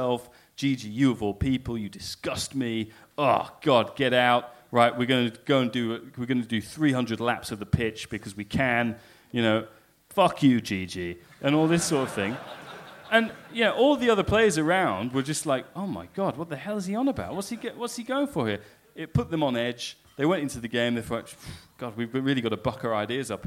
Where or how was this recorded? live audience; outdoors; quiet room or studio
live audience